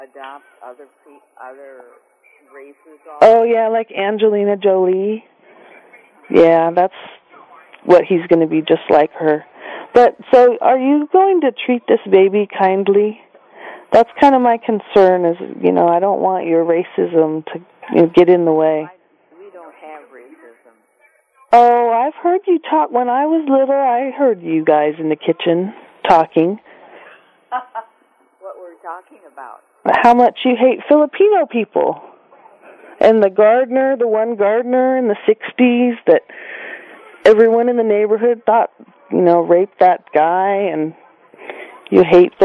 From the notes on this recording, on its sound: Prank Phone Calls